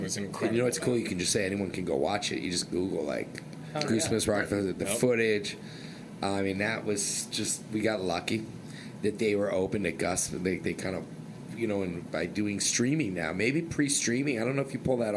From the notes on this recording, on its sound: recorded backstage at Mohegan Sun Arena before Goosemas 8!